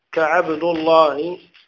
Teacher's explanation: وفخم اللام من اسم الله عن فتح أو ضم كعبد الله أو كعبد الله على الحكاية، يعني مضموم أو مفتوح على الحكاية. · Term: التفخيم